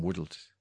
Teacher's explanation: If that was being pronounced by a Dubliner... He'd put a D in between the R and the L and it'd become Woodled.